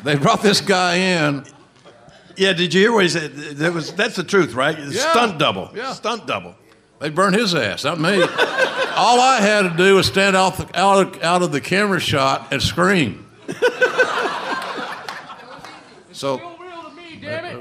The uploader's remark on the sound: Live at Hilarities Cleveland